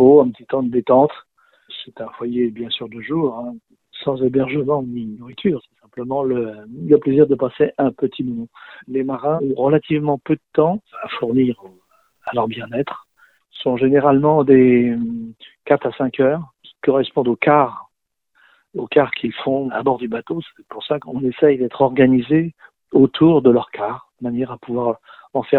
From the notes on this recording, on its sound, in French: Nous avons joint par téléphone. Radio AlterNantes FM.